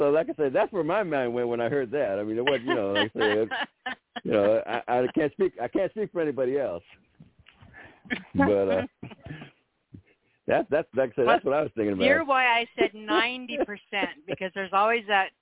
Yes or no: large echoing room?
no